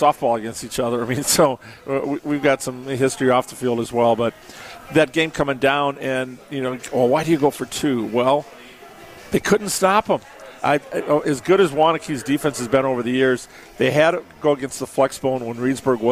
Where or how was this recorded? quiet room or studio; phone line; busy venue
busy venue